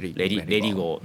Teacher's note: 母音に挟まれた T が L になるっていうのもまたね英語らしい